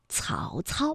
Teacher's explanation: 曹操呢是舌尖要抵住上齿背哎去发音的